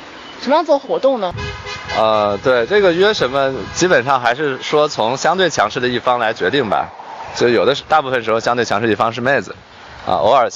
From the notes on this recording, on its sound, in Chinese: 后面每个话题都是纯临场，连大纲都没有。因为边开车边录的，有点吵……已经尽量降噪啦，下次有室内录制！